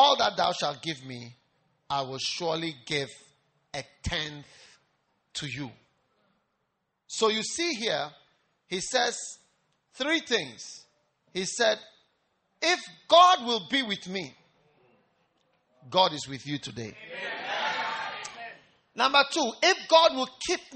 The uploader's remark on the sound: Preached at the First Love Church, UPSA